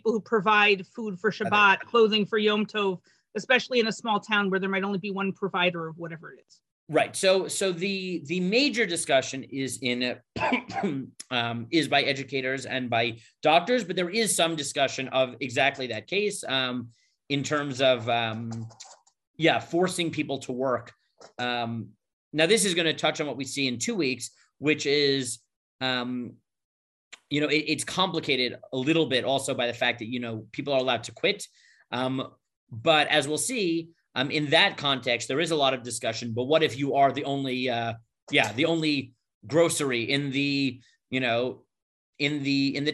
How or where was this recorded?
video call